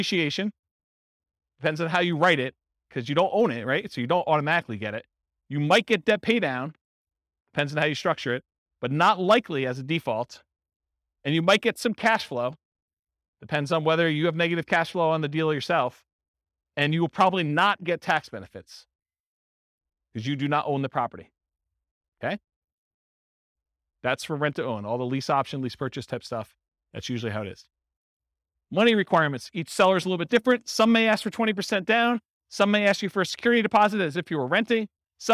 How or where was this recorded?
live audience